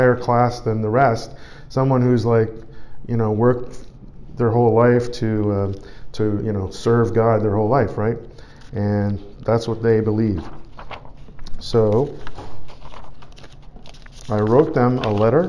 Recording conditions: large echoing room